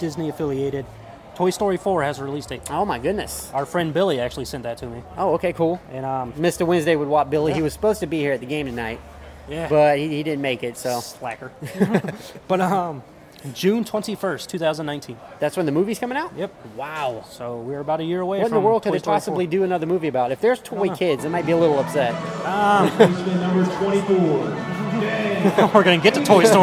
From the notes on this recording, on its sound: we are broadcasting live from Joe Riley park